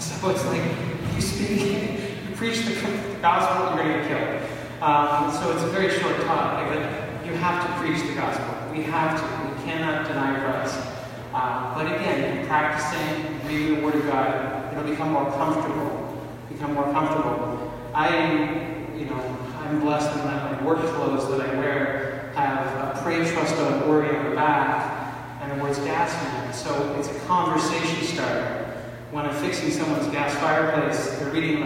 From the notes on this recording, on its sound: This talk was given on March 16, 2019 at the Step Up Men's Conference in Montreal, Quebec, Canada. The event was hosted by Serviam Ministries and the Band of Christian Brothers Men's Group.